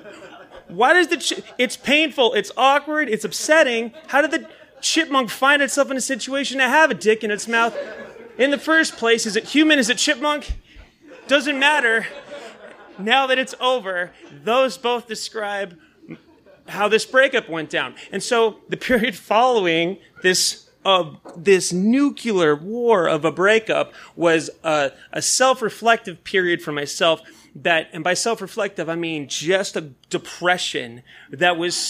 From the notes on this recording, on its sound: This story was recorded live. At Tiger!Tiger! Tavern in San Diego, California.